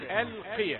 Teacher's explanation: يعني همزة واللام مرققتان، ألقيا لا نتأثر بالقاف